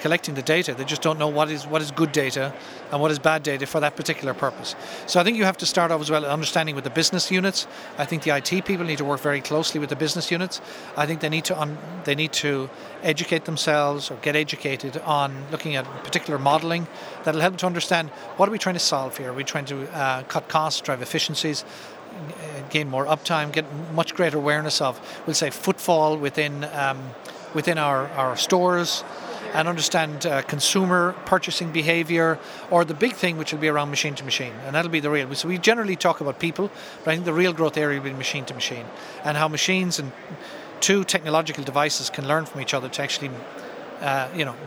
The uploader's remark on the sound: Live from HP Discover. In this archive of a livecast.